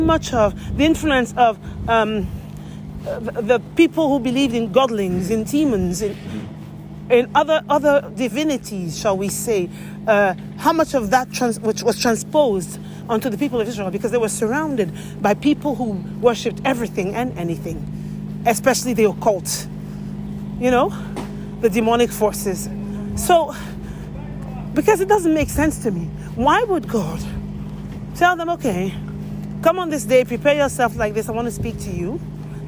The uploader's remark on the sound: This is a noisy episode recorded while walking outside. So, it is noisy and the volume fluctuates.